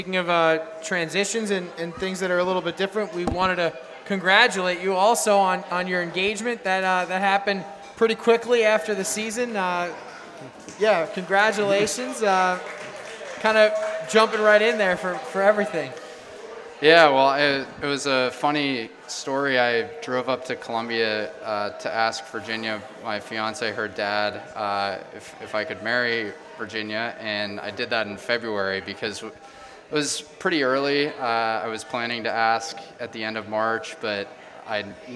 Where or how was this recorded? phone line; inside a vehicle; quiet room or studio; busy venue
busy venue